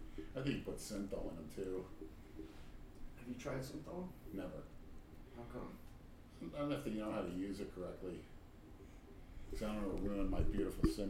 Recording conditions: echo